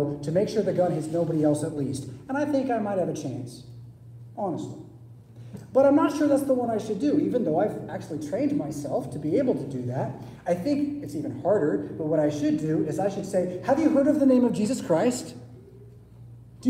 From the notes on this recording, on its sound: Preached at St Paul Lutheran Church , Rockford, Illinois on Sunday June 25, 2023.